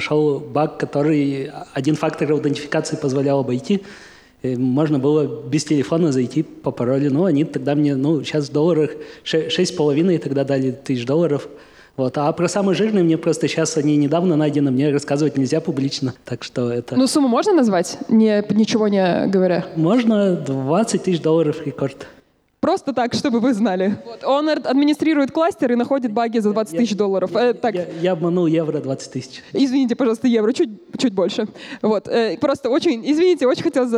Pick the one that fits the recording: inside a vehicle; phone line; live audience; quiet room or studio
live audience